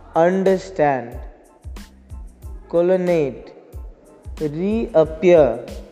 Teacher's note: the first two syllables are having the weak stress and the last syllable is having the strong stress · Term: anapaest meter